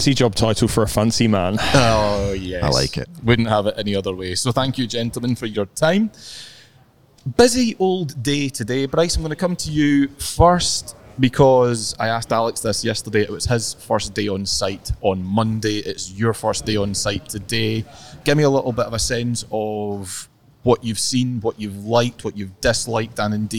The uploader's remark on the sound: LIVE from Royal Liverpool. Coming to you live from The 151st Open at Royal Liverpool.